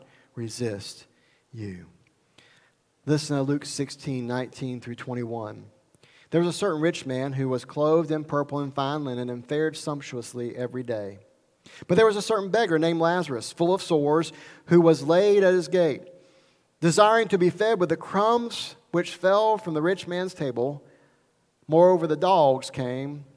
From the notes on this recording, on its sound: recorded at Highland Baptist Church, Molino, FL